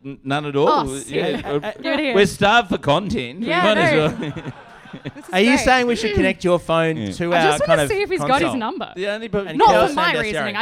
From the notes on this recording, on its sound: Join each other live for a podcast at the pub!